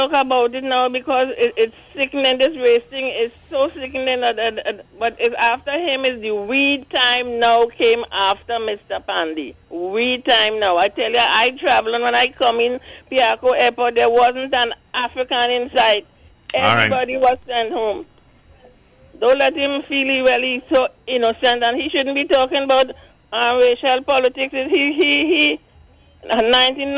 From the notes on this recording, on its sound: we take more calls from the audience